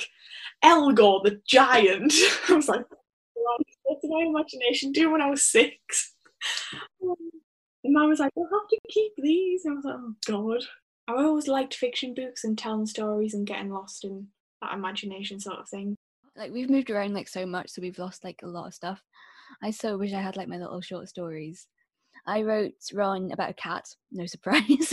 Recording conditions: video call